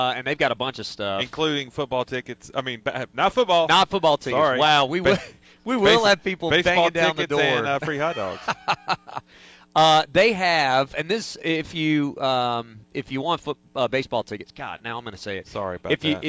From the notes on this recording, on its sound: LIVE from Landscaper's Supply in Piedmont